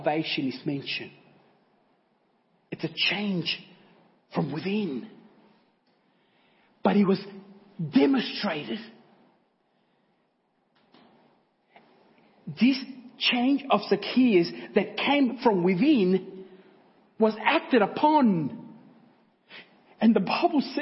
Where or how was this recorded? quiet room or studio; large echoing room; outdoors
large echoing room